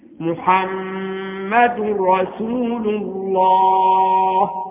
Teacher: لو وقفت على الدال وقلت محمد وقفت بدون نون، أما عند الوصل فإنه يتولد عندي نون ساكنة تظهر في النطق ولا تظهر في الكتابة · Term: التنوين